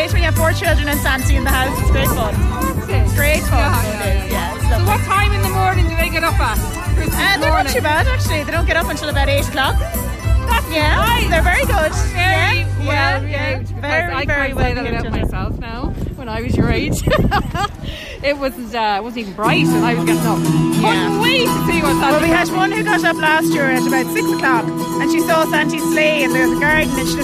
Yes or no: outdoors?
yes